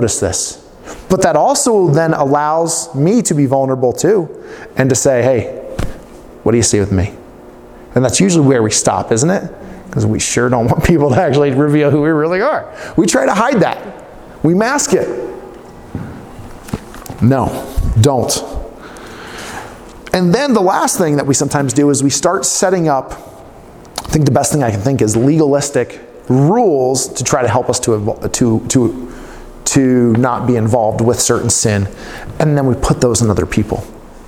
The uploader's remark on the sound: Preaching at Lifepoint Church in Farmington on Sunday, 3/8/2020.